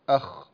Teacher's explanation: وأدنى الحلق ويخرج منه الغين والخاء، وتسمى الأحرف الحلقية